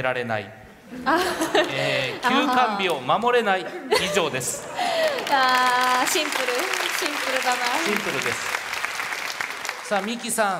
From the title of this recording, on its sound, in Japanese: イベント公開収録